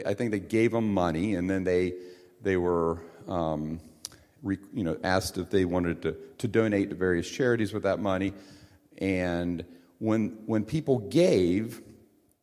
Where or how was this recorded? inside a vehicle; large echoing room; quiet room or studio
large echoing room